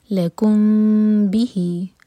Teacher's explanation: بِهِ، M T میم کے بعد با، یہ ہے اخفاء شفوی، میم کو ٹائم دیں گے، ہوٹو کو ٹائٹ بند نہیں کریں گے